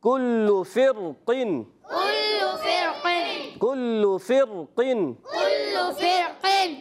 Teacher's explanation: موٹا کریں گے. تو یہ را ساکن سے پہلے زیر تو ہے پر اسی کلمے مستعلیہ آ گئے اس لیے موٹا کریں گے